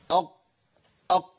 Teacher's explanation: انا كده عملت اطباق في القاف لاني عمدت الى الصاق مقدمه اللسان في سقف الحنك، وده ما ينفعش اصلا، ده لا يصح.